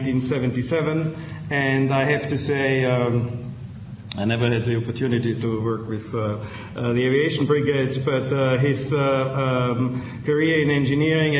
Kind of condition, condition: setting, large echoing room